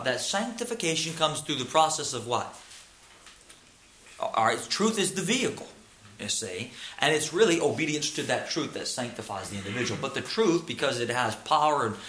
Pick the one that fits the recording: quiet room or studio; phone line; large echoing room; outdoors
large echoing room